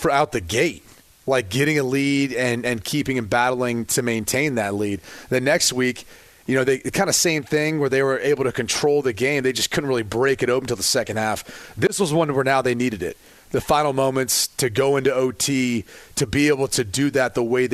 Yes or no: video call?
no